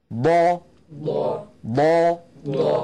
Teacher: المخرج الرابع من حافة اللسان، مخرج حرف الضاد